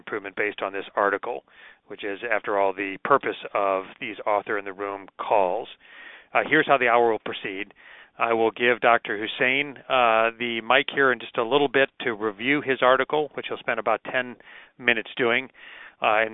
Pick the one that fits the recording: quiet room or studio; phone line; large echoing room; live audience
phone line